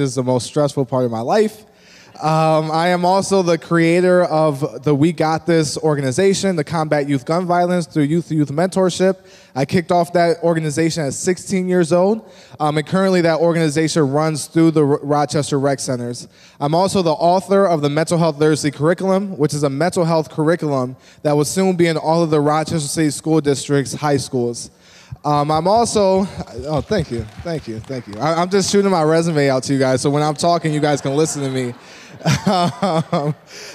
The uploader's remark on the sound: In this main stage session, a panel of experts hold a conversation on Gen Z & the church.